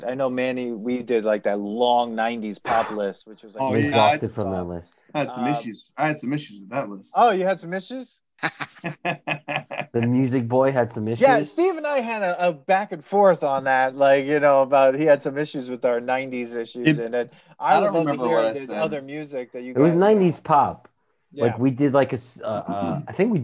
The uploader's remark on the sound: We recorded this on December 14th, 2020, on Zoom so there are some small sound discrepancies.